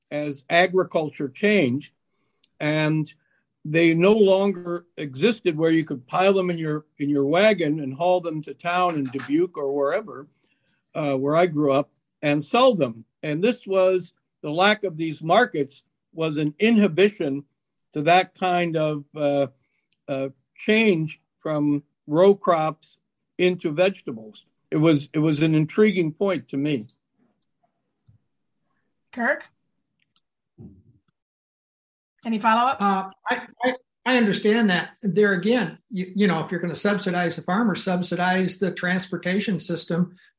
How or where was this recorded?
video call